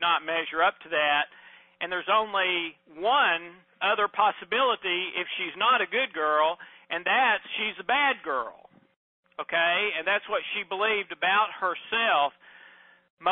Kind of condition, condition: link, phone line